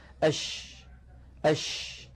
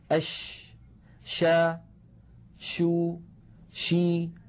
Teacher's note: تجدون بأن صوت حرف الشين ينتشر الصوت في الفم · Term: صفة التفشي